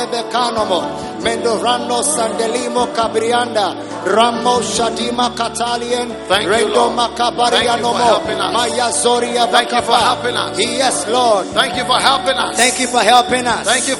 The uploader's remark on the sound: Preached at the Prophetic Encounter Service.